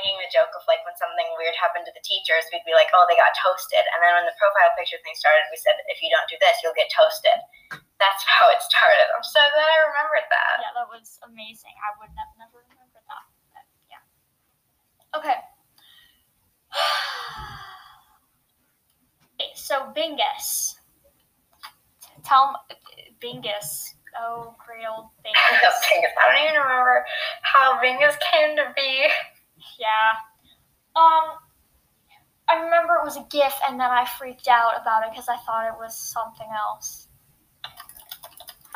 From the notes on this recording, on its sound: Sorry for the terrible audio the way we uploaded this was a bit weird.